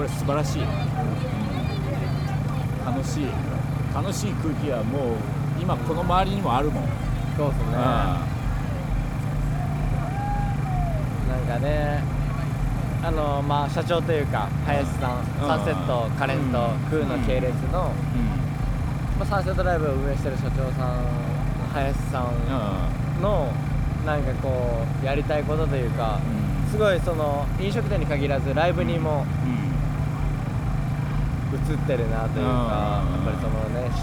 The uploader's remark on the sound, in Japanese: 芥屋の砂浜沿いで行われるライブフェス「サンセットライブ」の会場から。場所はサンセットライブ会場内のBlueRoofブース裏。